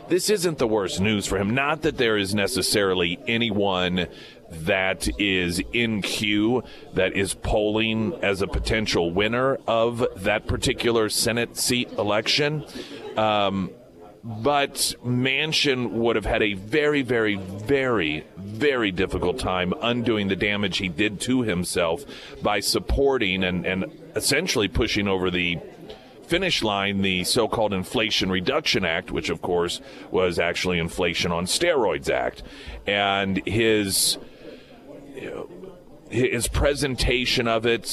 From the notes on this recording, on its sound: live at Scramblers Diner for the Friday Roadshow.